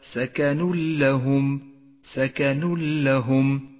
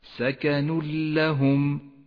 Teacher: المثال التالي على حكم الإدغام بلا غنة في قوله تعالى سكن لهم سكن لهم، جاء التنوين وبعده حرف اللام يسقط التنوين من اللفظ، ولذلك هو رمادي اللون في مصحف التجويد، ويشدد حرف اللام الذي بعده سكن لهم.